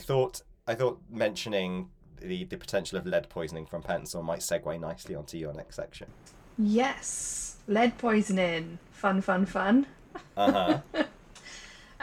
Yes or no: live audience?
no